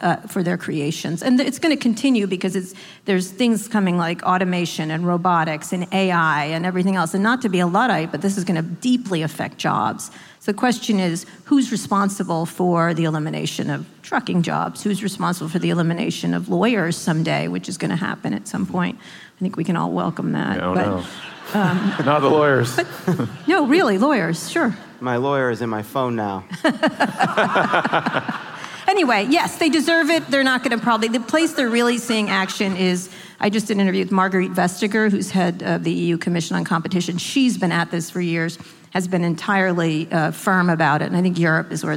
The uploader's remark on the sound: a live taping of their podcast, Pod Save America, in Oakland, California